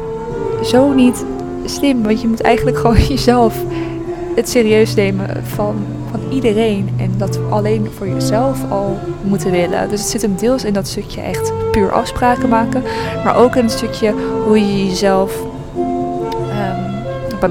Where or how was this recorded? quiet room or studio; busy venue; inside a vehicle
busy venue